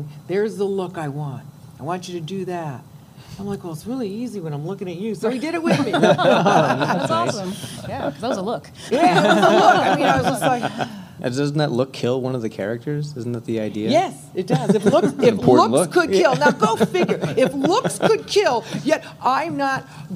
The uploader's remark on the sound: A live confessional we recorded at LA Comic Con.